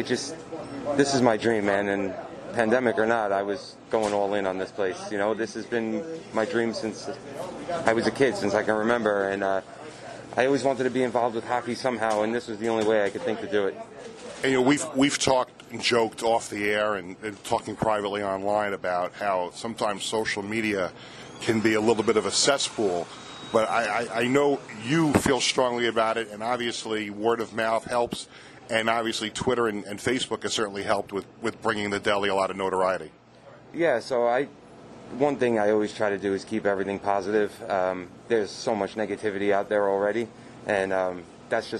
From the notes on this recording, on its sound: takes the podcast on the road to the Blue Line Deli in Huntington